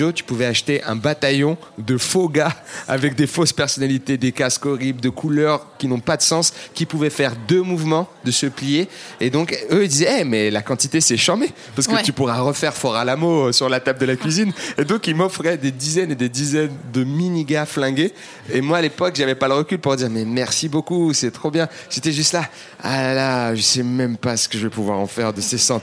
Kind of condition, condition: setting, busy venue